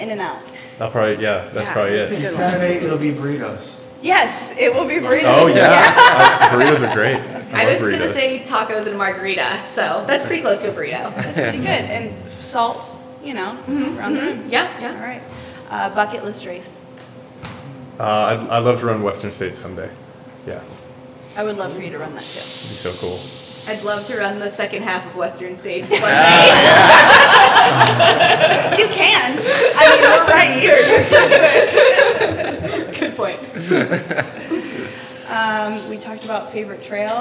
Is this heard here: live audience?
yes